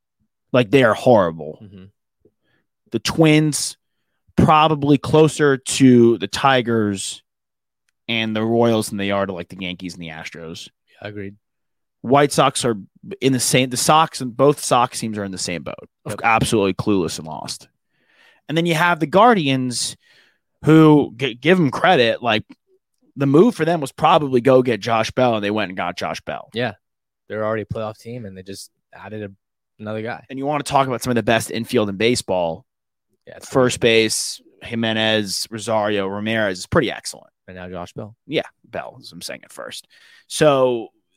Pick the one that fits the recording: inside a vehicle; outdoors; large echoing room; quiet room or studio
quiet room or studio